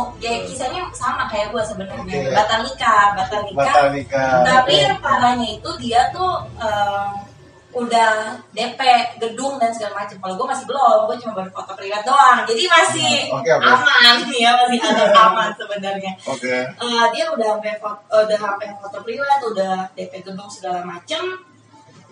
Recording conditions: background noise